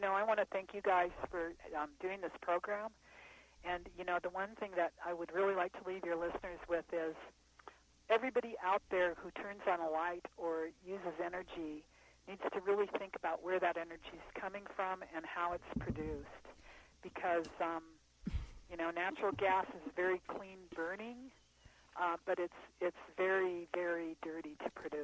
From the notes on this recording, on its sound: Was on the phone calling in from Clark, Wyoming.